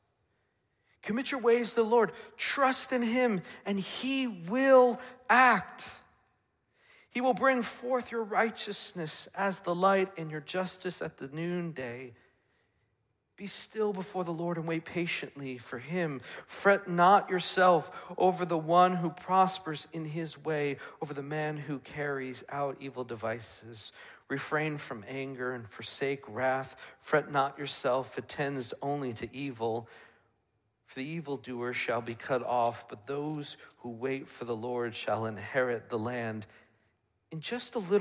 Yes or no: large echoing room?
yes